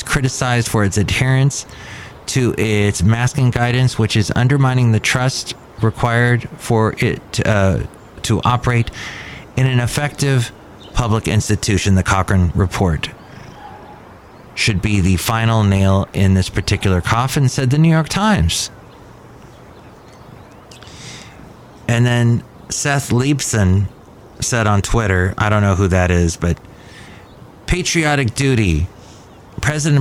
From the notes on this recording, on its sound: podcasts live from Cafe Anyway